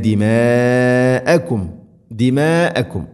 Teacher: മദ് മുത്തസിലാണ്, നിർബന്ധമായിട്ടും നാലോ അഞ്ചോ ഹർക്കത്തിൻ്റെ ഖദറുകൾ നീട്ടണം.